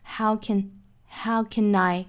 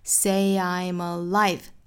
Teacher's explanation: How can I say I'm alive?这句话里也有几个连读，那 can 这个词要做弱读，所以我们读的时候是 How can I 跟后面的 I 连读，就是 can I How can I say I'm Say 跟 I 连读，带出个小小的 yeah